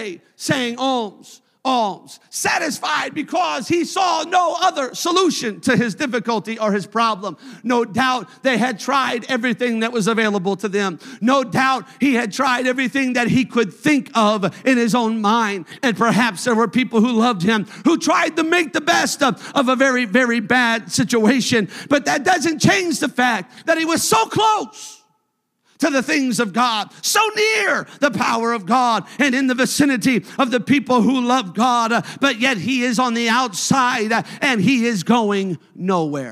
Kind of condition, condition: setting, large echoing room